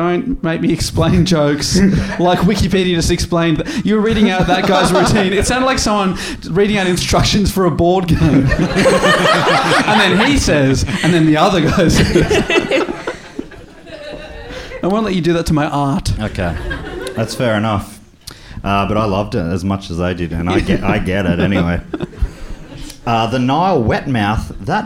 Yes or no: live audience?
yes